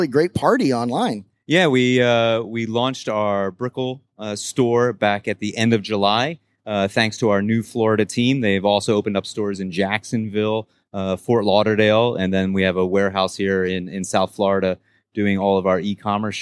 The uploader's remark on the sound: (LIVE) Electrify Expo - Miami